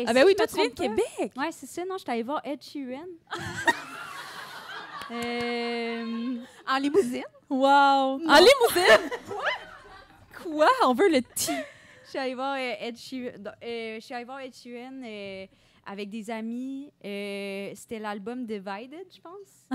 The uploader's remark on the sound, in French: Enregistré devant public au Café Tuyo à Montréal.